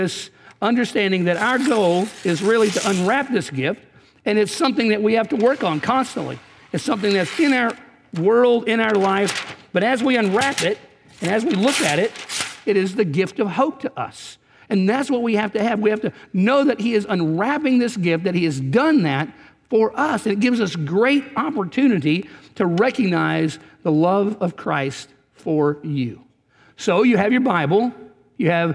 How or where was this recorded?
large echoing room